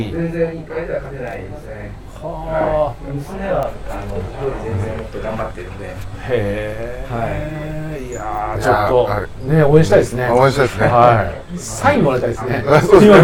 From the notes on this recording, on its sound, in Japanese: 今週は青物横丁にある、飲めるとんかつ屋【安右衛門】にて収録。今年最後の配信はお店の若旦那も交えて大いに盛り上がり…